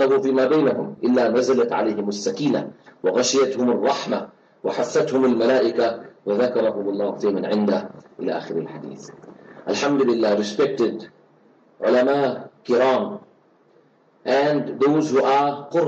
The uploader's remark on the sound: LIVE FROM JAAM'AH DARUL ULOOM NEWCASTLE